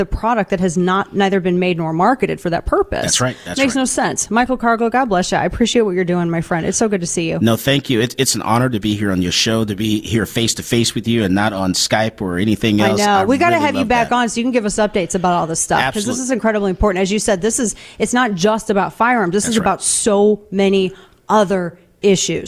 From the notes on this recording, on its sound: Live from SHOT Show in Las Vegas.